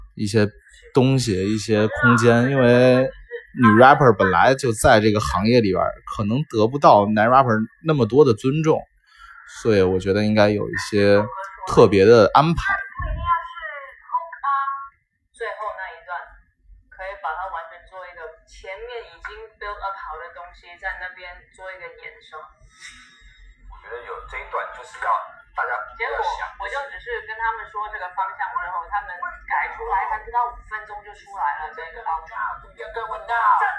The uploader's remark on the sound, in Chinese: 希望大家包容这期节目很渣的音质